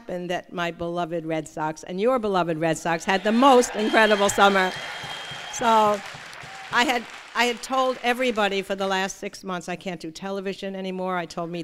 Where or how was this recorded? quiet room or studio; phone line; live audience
live audience